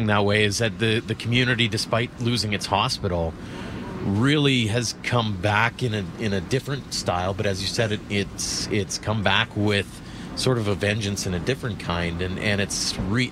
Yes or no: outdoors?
yes